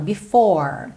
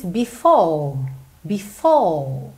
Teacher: Percebe que ele sustenta, ele alonga essa última vogal, que no caso aqui é o O, e ela vai fechando um pouquinho · Shown in: second take